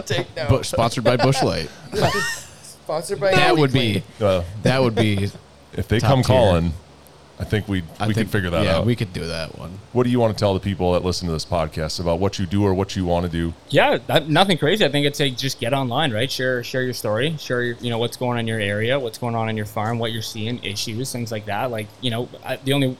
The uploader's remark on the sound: broadcasting from the Kibble Equipment booth at FarmFest